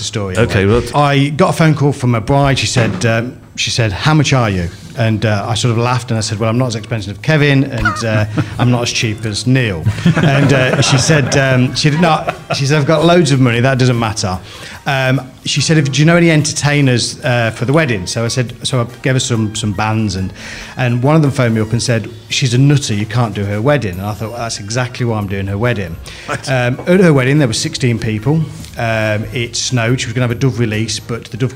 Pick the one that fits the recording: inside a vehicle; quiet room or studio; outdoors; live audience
live audience